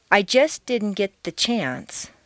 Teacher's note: because the ending st of just and the beginning d of didn't are so near each other in the mouth, it's not worth the effort to start the sound all over again, so they just flow into each other. You don't say, I just didn't get the chance, but do say, I just didn't get the chance. · Term: consonant-consonant liaisons